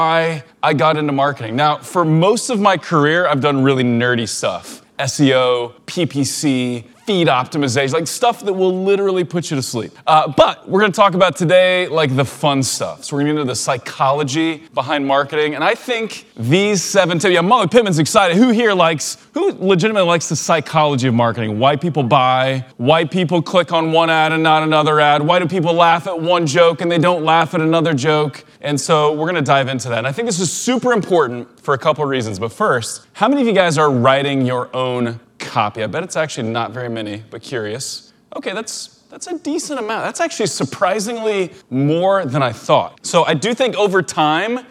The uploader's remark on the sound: a recording from a recent talk I gave at Ezra Firestone’s Blue Ribbon Mastermind